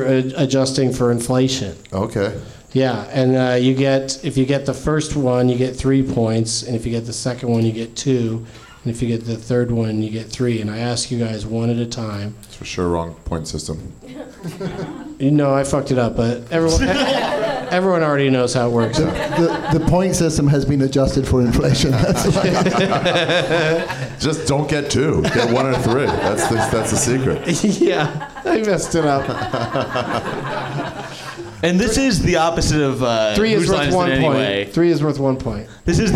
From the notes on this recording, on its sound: Live from the NerdMelt Showroom in LA